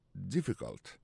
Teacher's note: N'a pas remarqué que accent tombé sur le premier syllabe là.